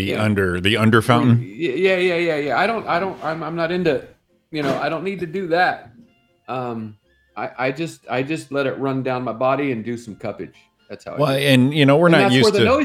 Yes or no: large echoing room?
no